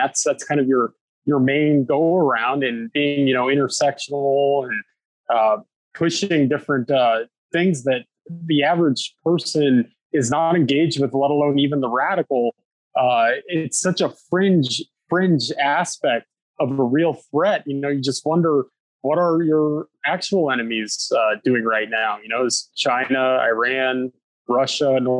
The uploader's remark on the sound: sits down over Zoom